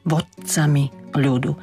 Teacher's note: To slovo vodcami som sa snažila trošku zvýrazniť, aby sme si uvedomili, že to D sa mení na T a je to len zadržané vyslovenie